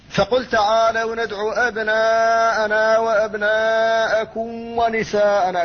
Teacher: من الناس من يخفيها فيقول فقل تعالوا ندعو أبناءنا وأبناءكم ونساءنا، كم أخفيت أو ادغمت في الواو، وهذا غير صحيح، فلهذا لا بد من إظهارها دون قلقلة قبل الواو وقبل